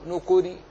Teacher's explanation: نكر هي مكسورة ففيه الروم وليس فيه الإشمام